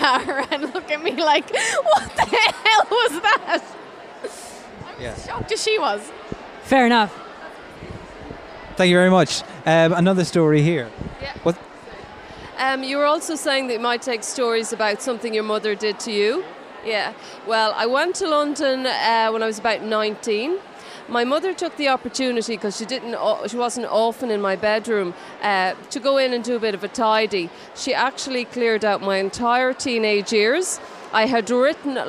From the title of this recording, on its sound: Live at Yer Only mBan